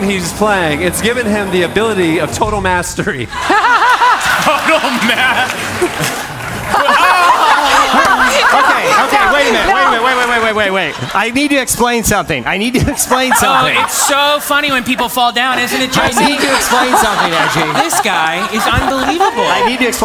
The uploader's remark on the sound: This week, we celebrate our 10-year anniversary by recording a live podcast in front of 800 people!